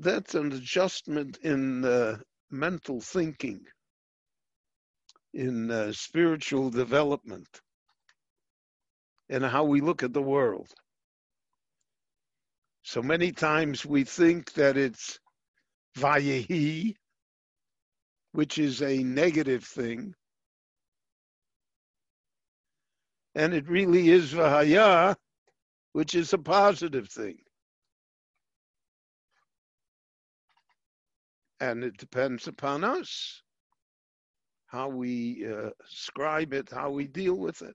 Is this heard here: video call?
yes